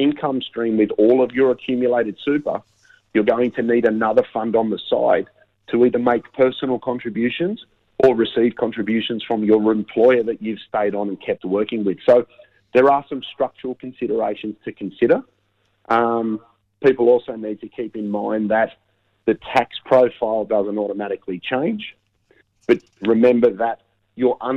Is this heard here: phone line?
yes